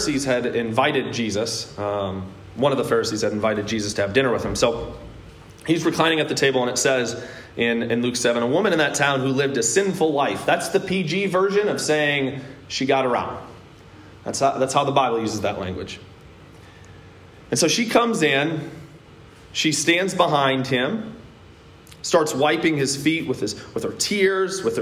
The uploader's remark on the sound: a sermon I preached at Hope Evangelical Free Church on September 26th, 2021.